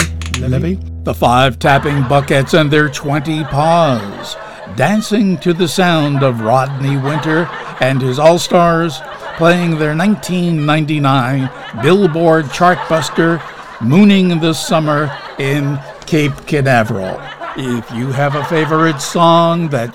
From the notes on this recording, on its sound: Live from the Stranded Theater in New York City.